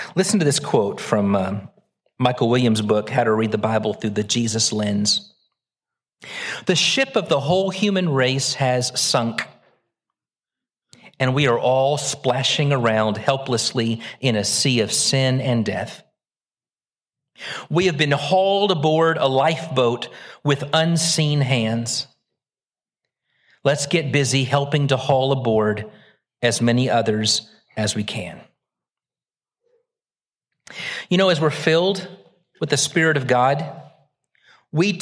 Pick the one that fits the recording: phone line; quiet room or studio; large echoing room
large echoing room